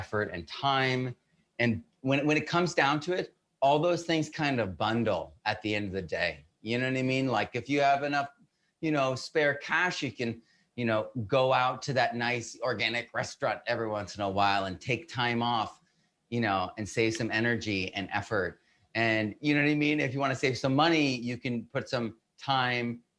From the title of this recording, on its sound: FULL WEBINAR AUDIO